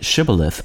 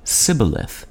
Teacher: Gileadites pronounced the word shibboleth, but Ephraimites said sibboleth.